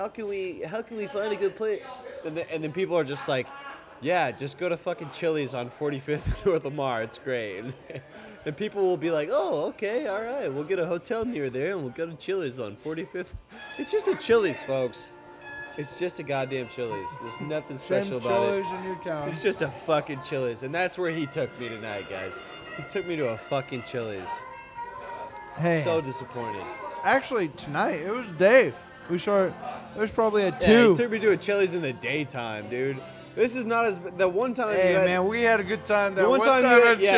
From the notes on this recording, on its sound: As we start drinking the topics change go in an out. Thank you 04 lounge. Letting us record, great time at a chill bar.